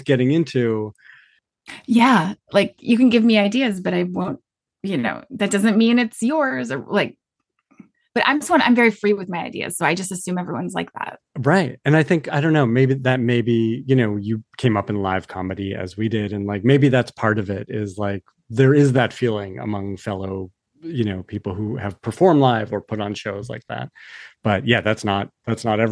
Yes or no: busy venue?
no